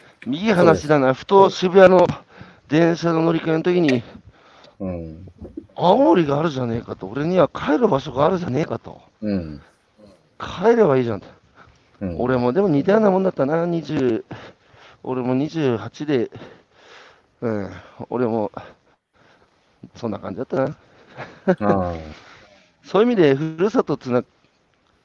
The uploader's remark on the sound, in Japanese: 歩きながら1時間、対談する